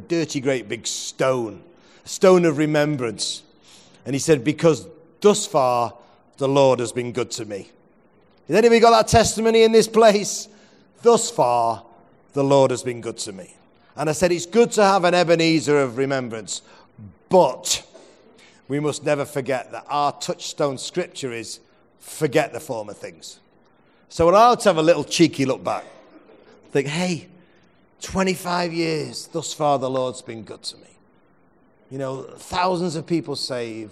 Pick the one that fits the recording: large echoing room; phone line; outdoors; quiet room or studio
large echoing room